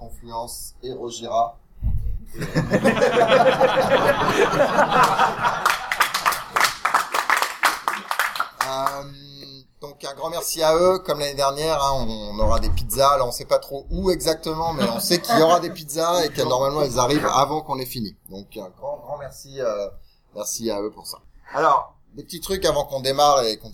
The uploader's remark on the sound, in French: En direct de Devoxx 2014. Episode en direct de Devoxx Belgique résumant et concluant ce cru 2014. Live Crowdcasting.